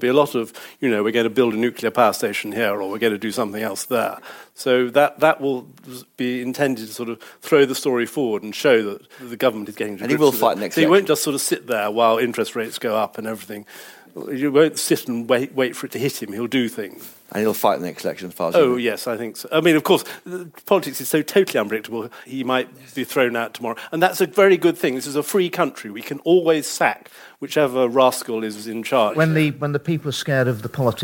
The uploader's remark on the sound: a panel discussion from a recent Telegraph event